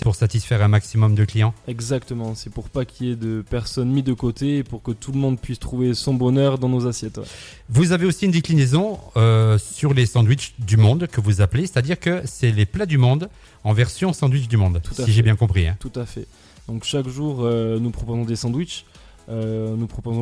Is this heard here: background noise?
no